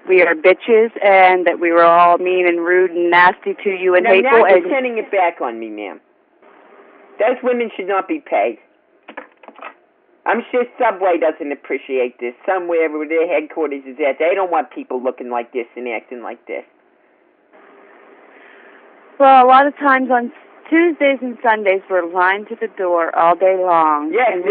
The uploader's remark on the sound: Prank Phone Calls